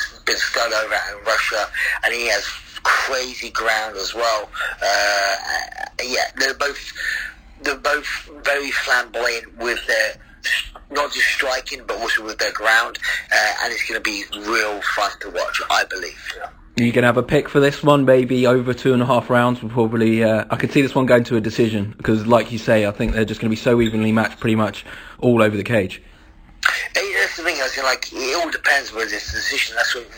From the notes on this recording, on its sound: On the phone.